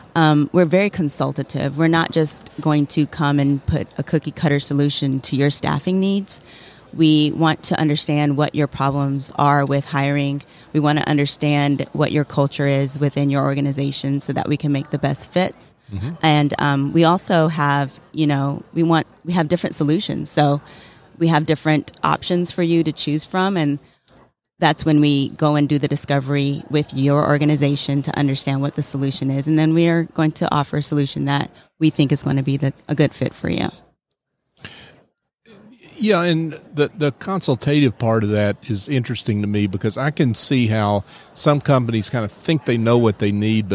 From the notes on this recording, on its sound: LIVE at the Business RadioX® remote at SOAHR 2023